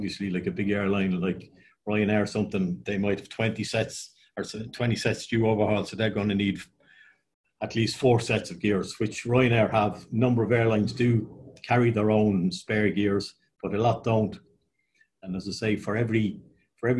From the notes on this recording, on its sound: APTN Zoom Call #8.